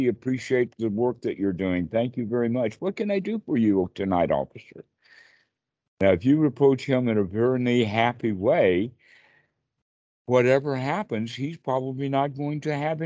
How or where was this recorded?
video call